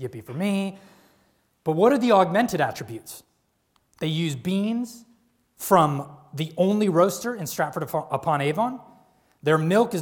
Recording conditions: large echoing room